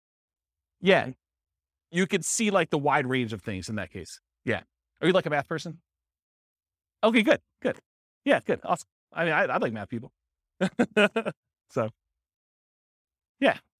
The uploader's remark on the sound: This was a live class recorded